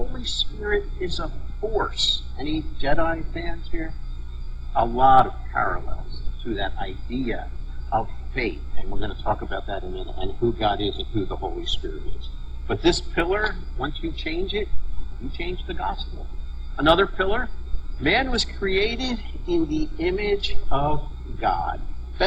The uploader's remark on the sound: We had some issues with the sound, but hope that doesn't detract too much from an awesome message.